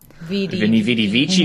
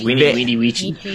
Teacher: And V is fricative and not a semi-vowel. · Shown in: first take